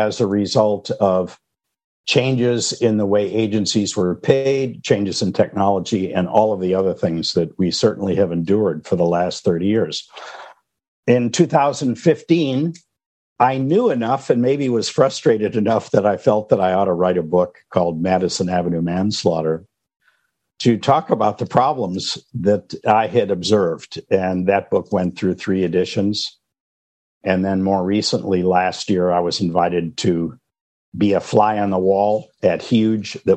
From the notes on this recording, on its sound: a special recording from a recent webinar